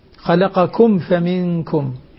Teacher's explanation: الميم مع الفاء لا تغن لأنها ليست إخفاء هي إظهار